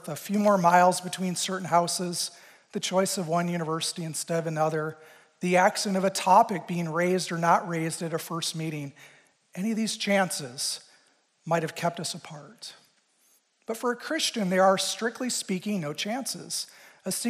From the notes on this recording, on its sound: Recorded live at Cornerstone University’s Christ Chapel. A service of Cornerstone University, Grand Rapids, Michigan.